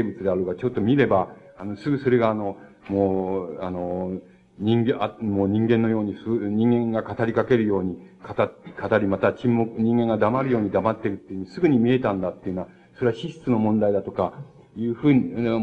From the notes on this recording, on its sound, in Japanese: 主催：京都精華短期大学 学生部 場所：京都精華短期大学。場所は、京都精華短期大学大教室。一般の人にも開放され、 他大学の学生の聴衆も多かった。音源は主催者提供。